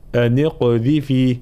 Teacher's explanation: حال الوصل هنا يلتقي الساكنان، الساكن الأول هو النون الساكنة والساكن الثاني هو القاف، لأن همزة الوصل تسقط، فنحرك هنا ضرورة النون، نحركها هنا بالكسر، فنقول أن اقذفيه مع بيان تفخيم القاف وقلقلتها، أن اقذفيه هكذا.